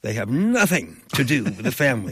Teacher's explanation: placing heavy emphasis on the first syllable of nothing